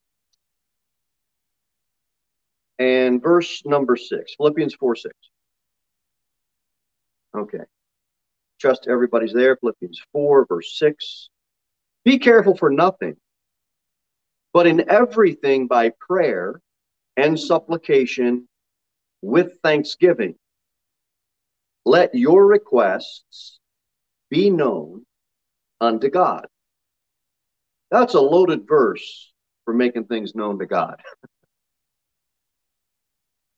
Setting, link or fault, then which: setting, large echoing room